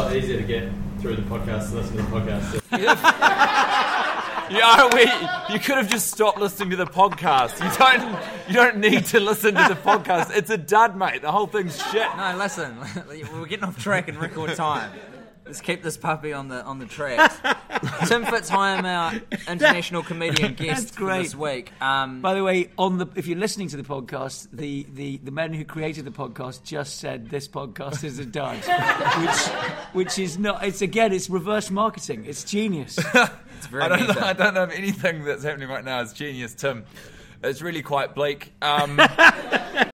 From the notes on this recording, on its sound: As part of the NZ International Comedy Festival, the boys have recorded the epsiode live in front of an audience in downtown Auckland at New Zealand's only full-time comedy club, The Classic.